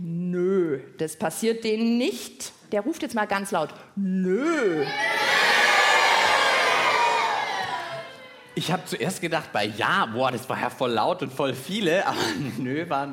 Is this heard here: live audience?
yes